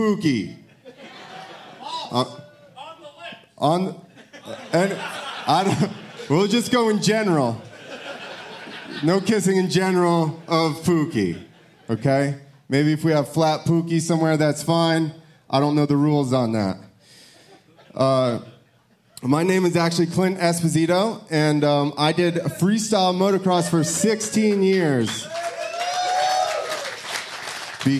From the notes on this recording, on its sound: Pulpmx/Racer X LIVE Podcast Show from The Space in Las Vegas. Live from Las Vegas.